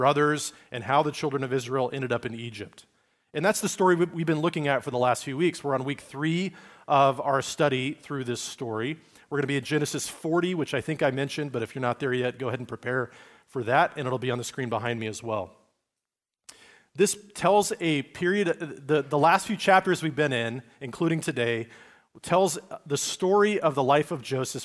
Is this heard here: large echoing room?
yes